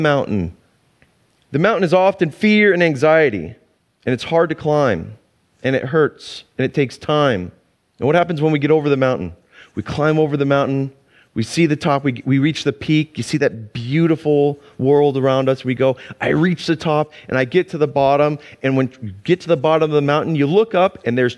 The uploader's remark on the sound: Sunday church service livestream